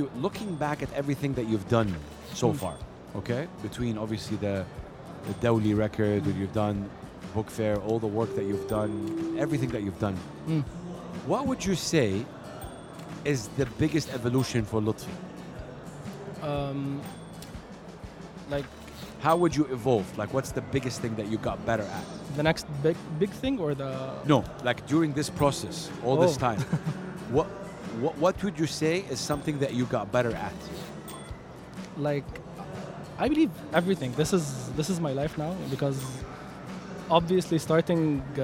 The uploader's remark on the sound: Live from SIBF 2023